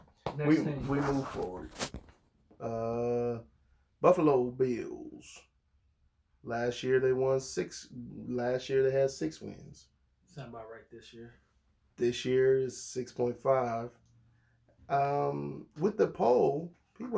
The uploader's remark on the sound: Please forgive us for the audio quality.